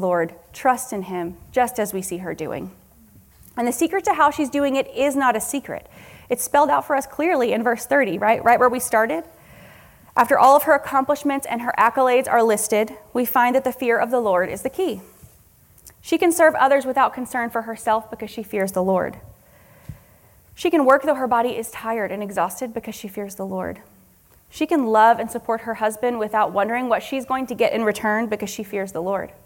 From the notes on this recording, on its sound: This is a recording from the Fierce Families Conference, which took place in Tacoma, WA, October 20-21, 2023.